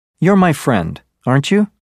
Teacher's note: If you're expressing uncertainty or checking to be sure you're right, your voice should go down, then up on the tag ending.